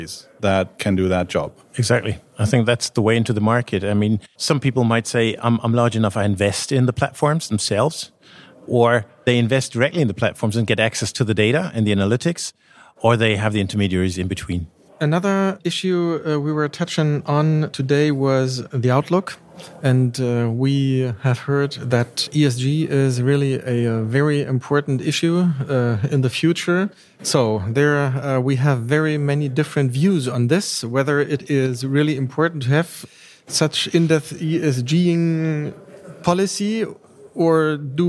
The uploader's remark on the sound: we are pod-casting live from the first Consumer Finance Summit in Cologne on October 27th